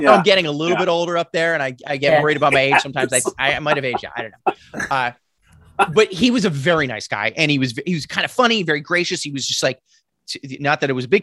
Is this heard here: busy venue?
no